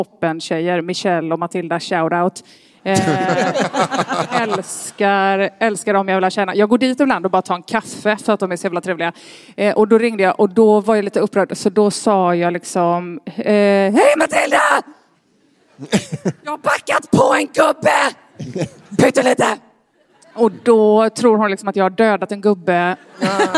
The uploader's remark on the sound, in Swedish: live på Draken